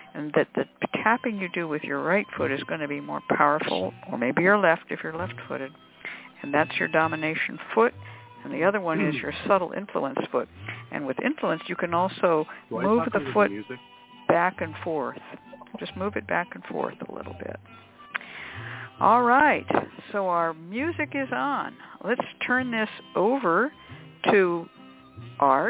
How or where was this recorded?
phone line